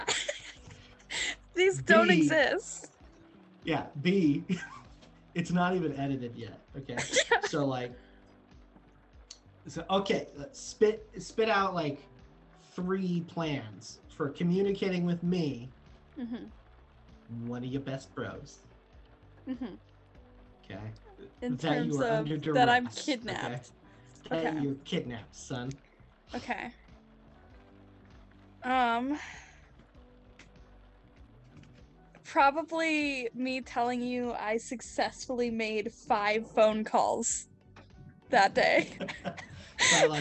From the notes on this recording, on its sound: Sometimes, it's just kinda hard to talk in the car. Lofi background music: Epidemic Sound.